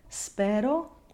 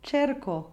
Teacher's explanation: between an open and closed E and an open and closed O.